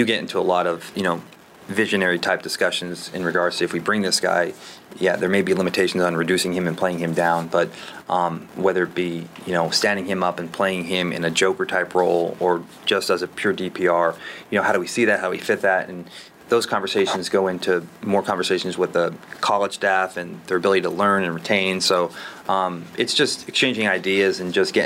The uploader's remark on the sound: At his annual pre-draft press conference. The entire give and take with reporters.